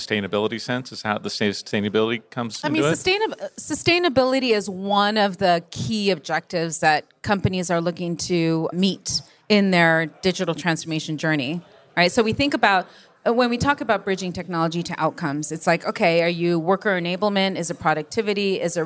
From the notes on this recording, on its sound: This episode of Over the Edge was recorded live at Edge Computing World.